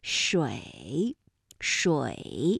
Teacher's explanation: 发音的时候它的韵母是由乌，发音的状态快速转换到一 · Term: 复韵母